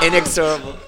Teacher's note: The accent's on the second syllable.